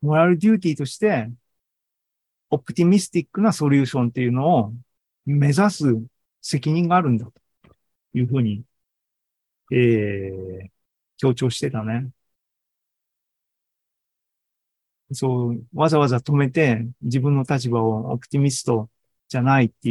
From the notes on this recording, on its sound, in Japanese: ２０２３年８月２６日に開催した ZOOMライブの模様です